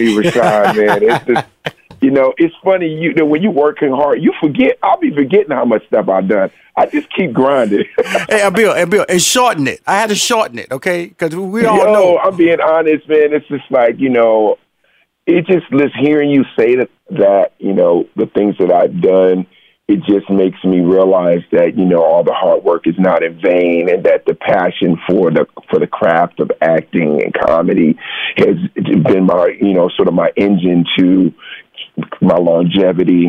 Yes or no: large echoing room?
no